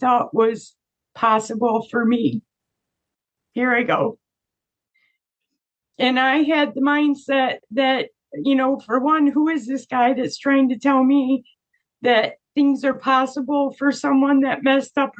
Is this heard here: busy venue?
no